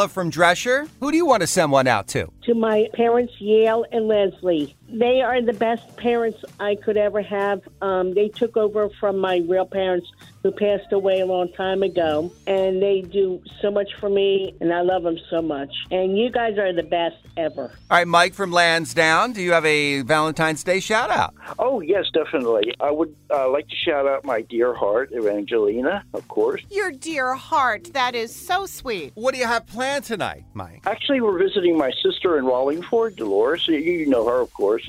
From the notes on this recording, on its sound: Listeners call